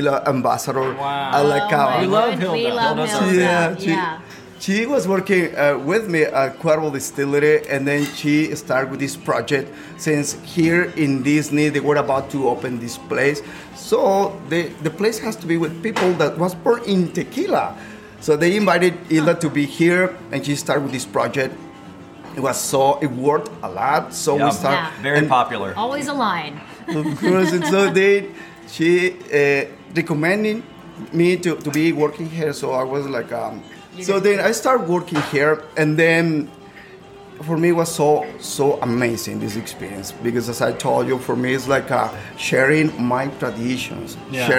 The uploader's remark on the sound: record LIVE inside their favorite EPCOT attraction, La Cava del Tequila!